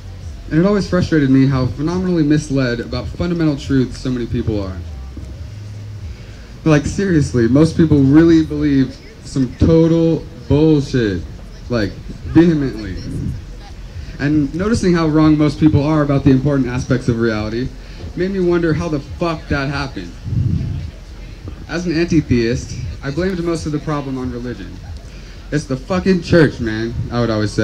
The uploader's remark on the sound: workshop at Organic Fest 2016